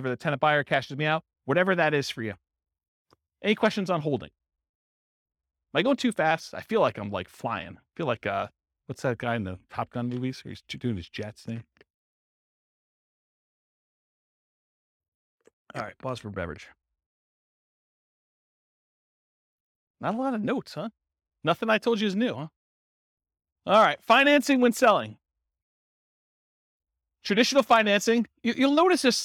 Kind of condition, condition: setting, live audience